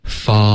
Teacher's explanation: 然后后面舌尖顶上颚 fall,然后你就能听到这个 l 这个 l 的音了